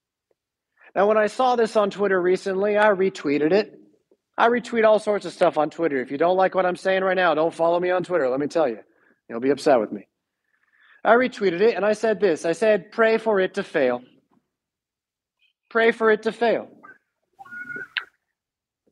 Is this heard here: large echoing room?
yes